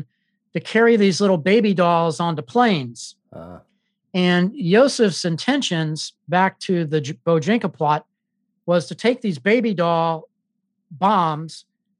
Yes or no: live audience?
no